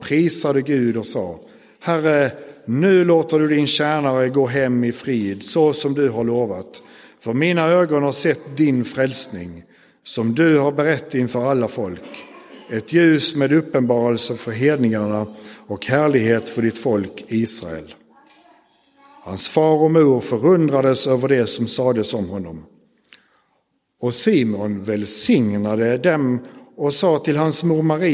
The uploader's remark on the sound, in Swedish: Inspelad i Roseniuskyrkan den 4 februari 2024.